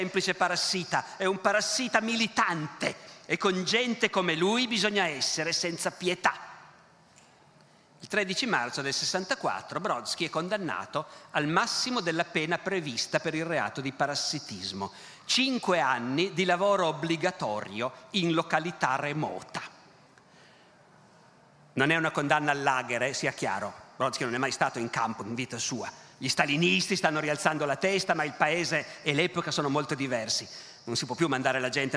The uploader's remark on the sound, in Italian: Evento organizzato dal Festival della Mente a Sarzana